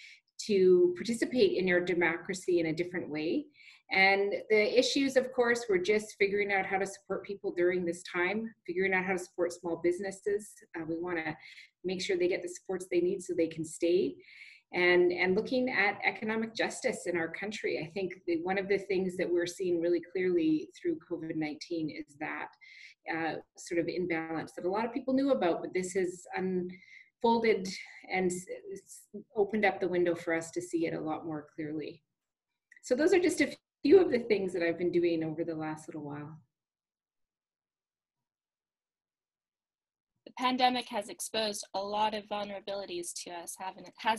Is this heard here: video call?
yes